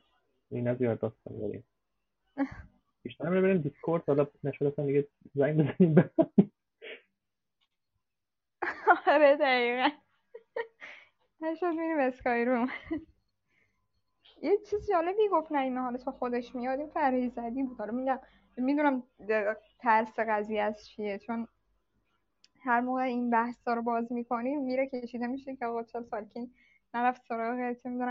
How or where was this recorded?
video call